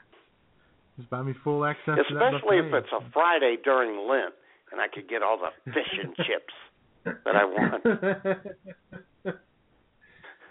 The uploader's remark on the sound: take your phone calls